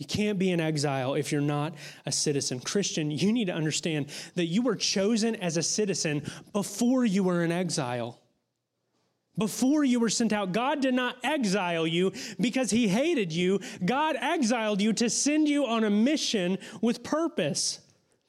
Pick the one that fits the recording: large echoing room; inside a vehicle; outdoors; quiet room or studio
large echoing room